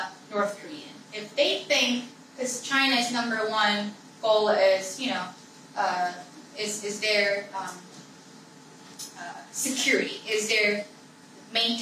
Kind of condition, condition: setting, large echoing room